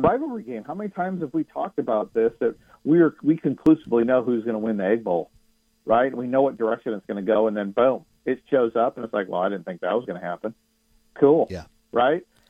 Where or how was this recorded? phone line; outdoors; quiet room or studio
phone line